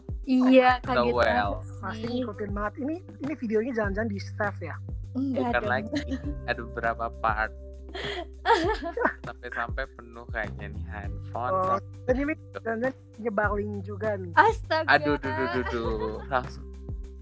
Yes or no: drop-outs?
yes